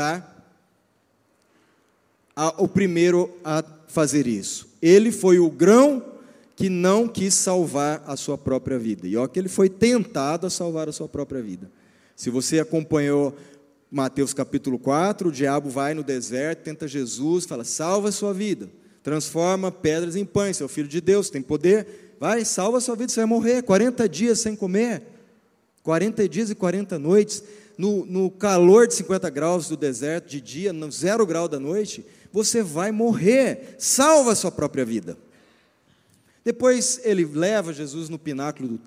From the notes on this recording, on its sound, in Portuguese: Culto ao vivo 19FEV24